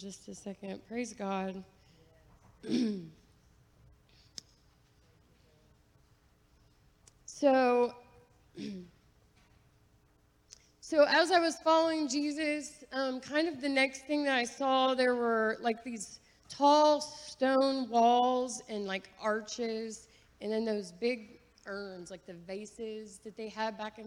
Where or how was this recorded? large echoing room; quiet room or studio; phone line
large echoing room